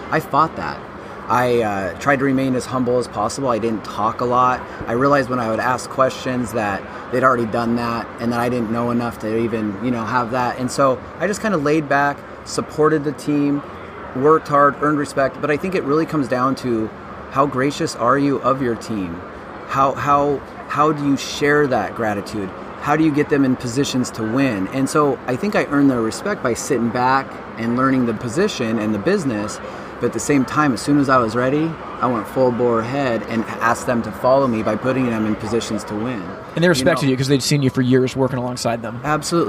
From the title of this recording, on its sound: Live from HPB Expo 2019